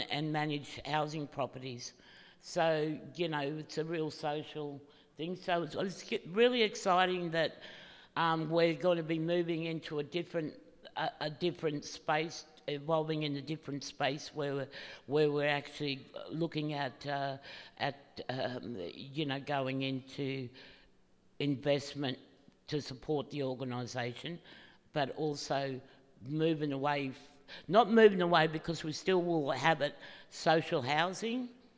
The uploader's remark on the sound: This is a recording of a panel discussion as part of the Flow events program.